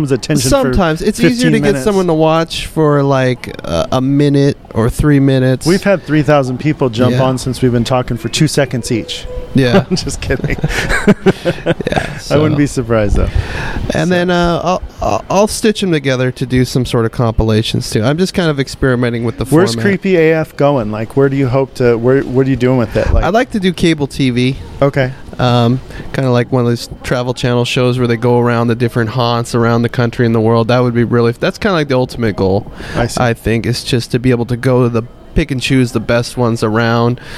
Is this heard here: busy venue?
yes